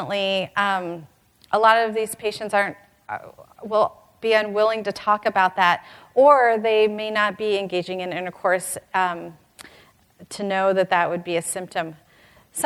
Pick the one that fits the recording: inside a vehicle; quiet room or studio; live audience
live audience